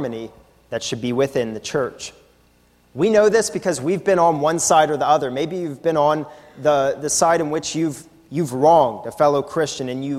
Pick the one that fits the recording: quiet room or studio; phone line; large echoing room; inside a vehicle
large echoing room